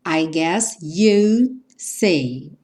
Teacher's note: esse D quase não aparece